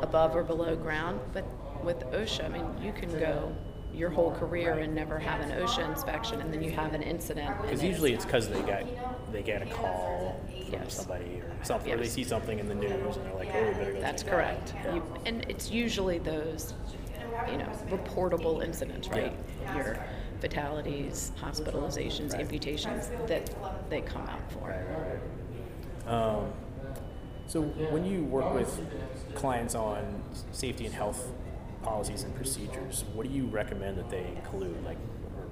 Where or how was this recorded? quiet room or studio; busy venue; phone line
busy venue